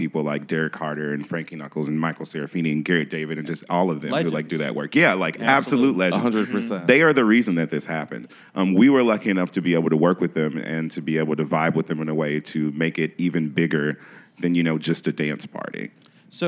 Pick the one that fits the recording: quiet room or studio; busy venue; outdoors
busy venue